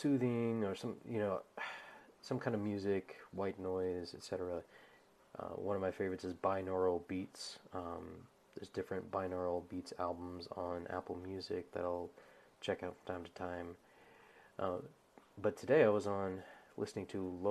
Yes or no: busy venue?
no